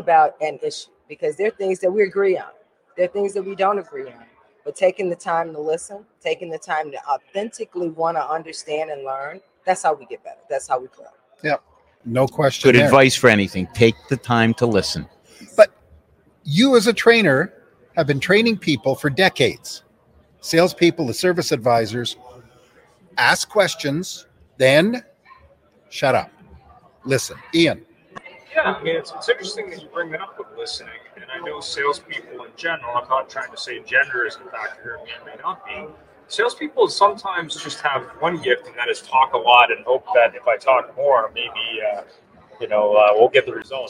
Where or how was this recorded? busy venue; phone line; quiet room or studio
busy venue